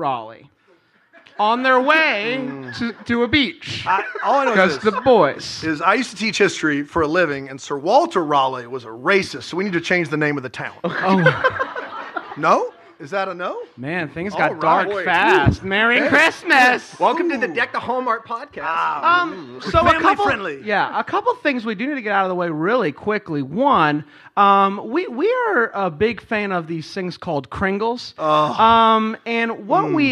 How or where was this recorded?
live audience